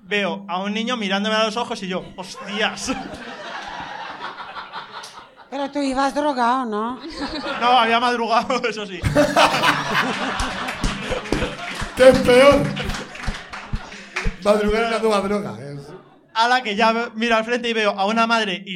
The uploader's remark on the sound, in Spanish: Programa grabado en BEER STATION (Madrid)